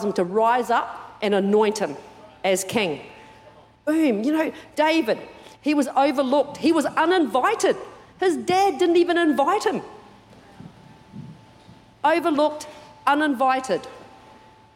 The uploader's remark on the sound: Recorded during our 9am service